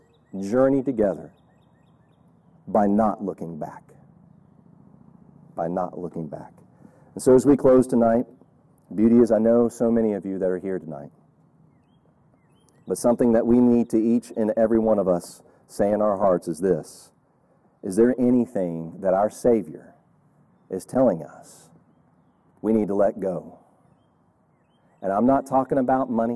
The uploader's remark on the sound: Audio is not great from outside recording. Mint Hill Baptist Church.